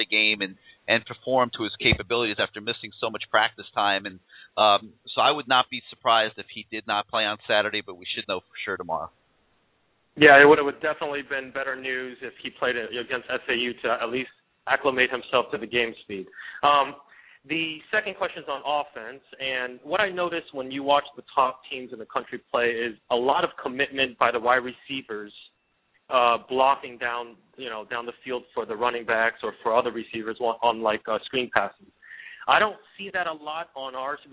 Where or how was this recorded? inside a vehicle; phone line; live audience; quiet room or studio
phone line